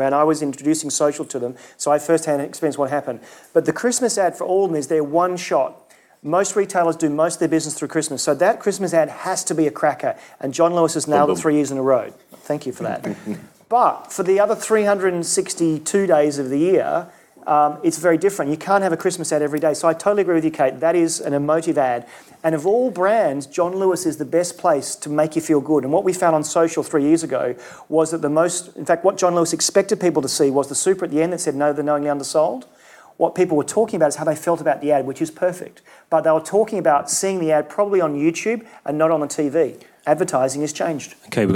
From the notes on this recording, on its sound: Our 'Question Time' event '361 Live' returns celebrating Internet Week Europe with a panel taking questions